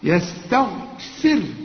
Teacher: وما دام الفاء هنا مكسوره الراء هنا مرققه